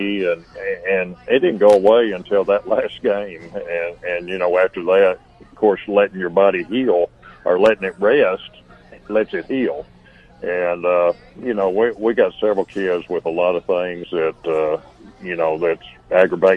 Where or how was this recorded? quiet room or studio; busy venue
busy venue